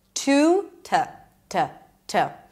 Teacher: So instead of saying the full oo sound, I'm just pronouncing it again with a schwa. To, to. And the T also turns into a D.